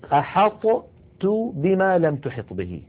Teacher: أحط هذه طاء ساكنة، تو هذه تاء متحركة، والطاء والتاء من المخرج نفسه، والأول منهما ساكن · Term: حرفان متجانسان